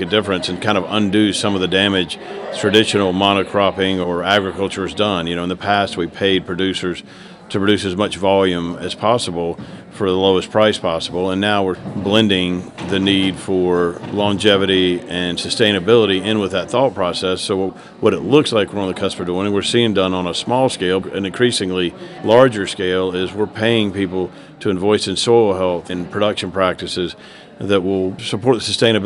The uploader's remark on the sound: Talking at Innovation Forum's sustainable apparel and textiles conference in New York in June.